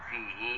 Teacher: فهذا يمد هنا يسمى مد صلة، يمد مقدار حركتين